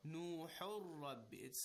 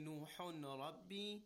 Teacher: Right, and for exceptionally for Ra and Lam, we do it without Ghunna. There is no nasal sound or stretching for when we have the idgham of Noon and Ra or Lam. · Shown in: first take